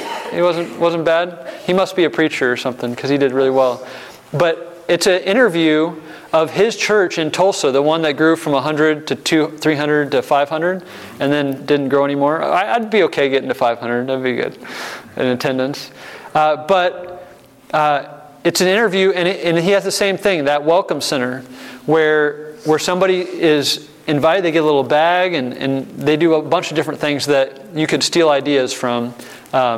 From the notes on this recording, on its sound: breakout session in the church revitalization track at the 2023 Propel Conference